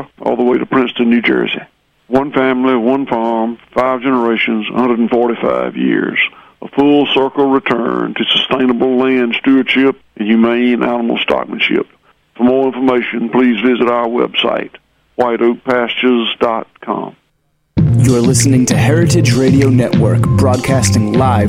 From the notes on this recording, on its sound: phones in to talk to us